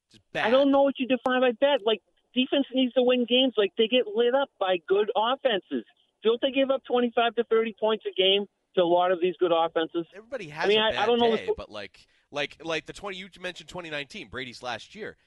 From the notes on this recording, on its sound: take your calls texts and tweets live on the air